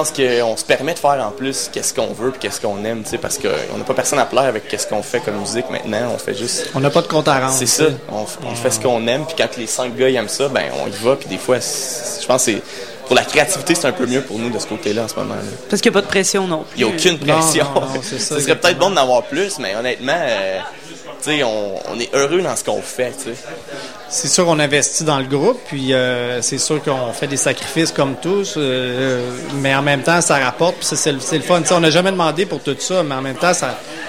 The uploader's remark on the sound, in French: À CKRL 89,1, en direct du bar Le Sacrilège lors du Festival d'été de Québec.